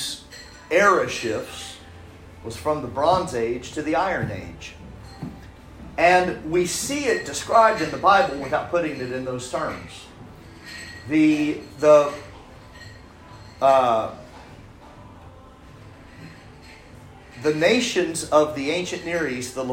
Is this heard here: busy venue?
yes